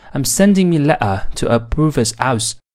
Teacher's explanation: Do you think we should take a b r o l l r 曼彻斯特口音特别强调元音的发音，比如 Manchester 听起来更像是 Manchester，嘶听起来像是 f 或者 v，就像 Cockney 口音一样。而且 h 吞音和 t 吞音也有，以 in 结尾的单词变成了 in。曼彻斯特人把 my 读成 me